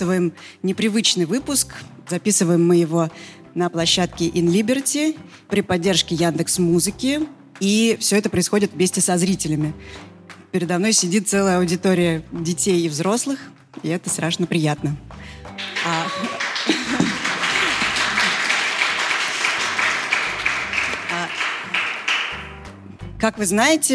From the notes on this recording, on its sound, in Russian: Открытая запись! Выпуск, записанный вживую!